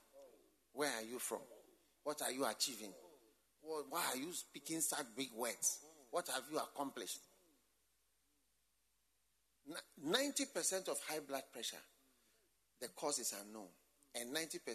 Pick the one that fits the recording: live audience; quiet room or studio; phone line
live audience